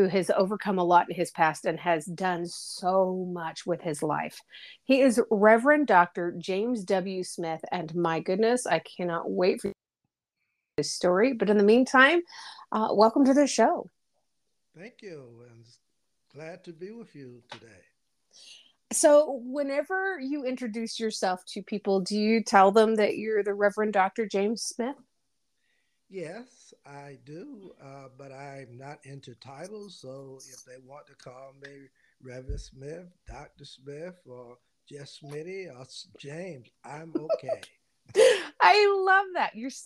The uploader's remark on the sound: The audio is unusually quiet for unknown and unexplained reasons.